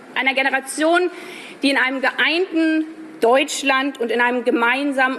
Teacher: die Stimmlage ist tatsächlich sehr hoch. Das klingt nicht so, weil sie oft auch in dem Bereich der Knarrstimme nach unten hin wechselt. Aber tatsächlich messen wir hier 286 Hertz.